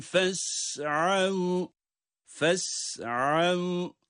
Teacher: ayn harfini vav harfine bağlıyoruz